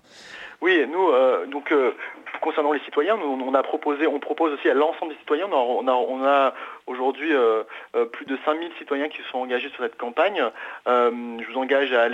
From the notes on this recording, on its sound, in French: rejoint par téléphone